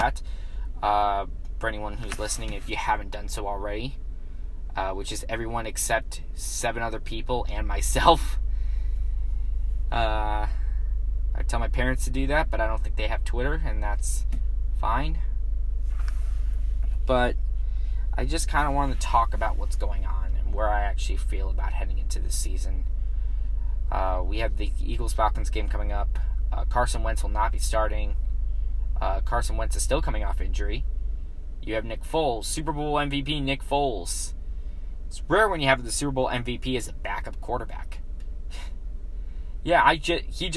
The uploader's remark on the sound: Filmed live in his car